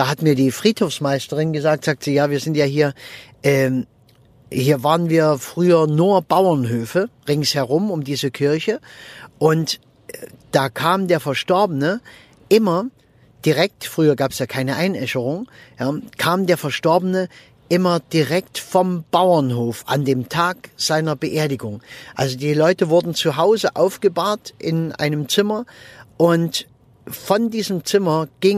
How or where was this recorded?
inside a vehicle